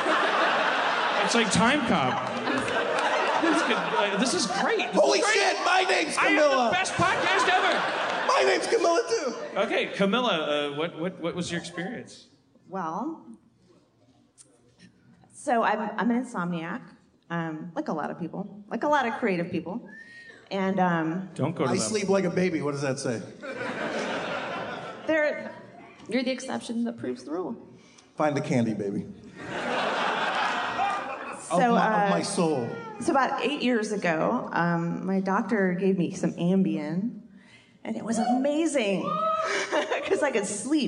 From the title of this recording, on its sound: LIVE in Chicago 2016 at Park West!